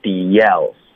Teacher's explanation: The else 这里要连读 theelse，不要停顿